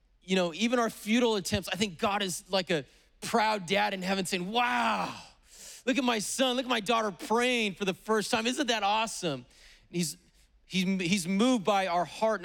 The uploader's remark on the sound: preached on August 8th at the 11:30AM service